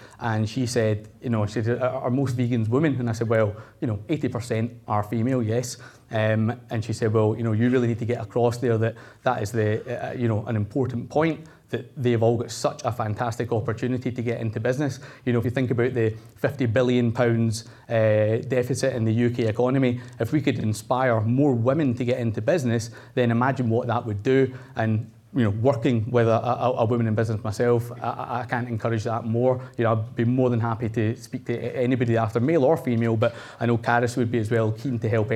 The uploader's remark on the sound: This was recorded at Vevolution Topics: Entrepreneurs in 2018.